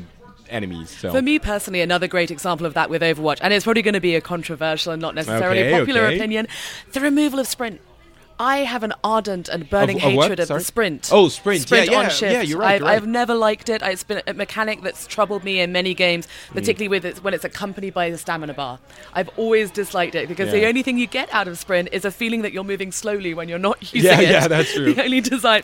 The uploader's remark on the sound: This time we do a quick and dirty live report from BlizzCon 2014.